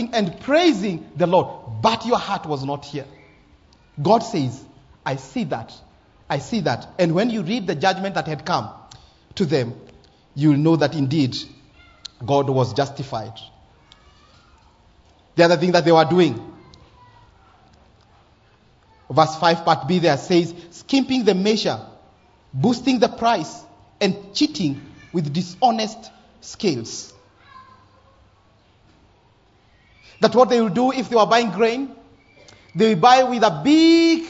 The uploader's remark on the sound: Live sermon